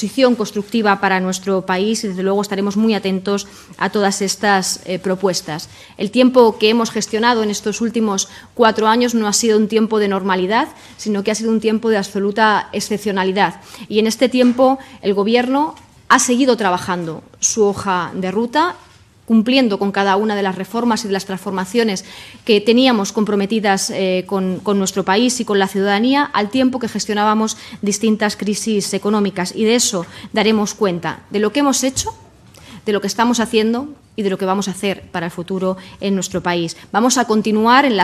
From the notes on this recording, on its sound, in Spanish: Os dejamos el audio de la rueda de prensa posterior al consejo de ministros.